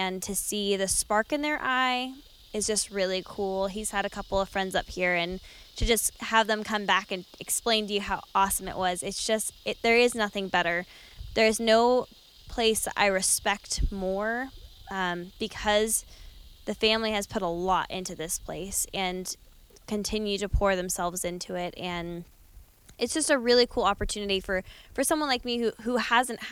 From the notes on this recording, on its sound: This 300th episode was recorded at my Family Farm next to the river